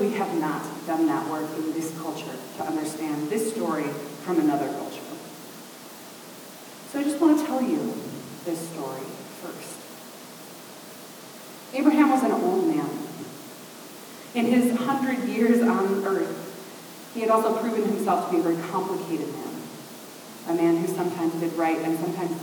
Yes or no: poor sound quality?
yes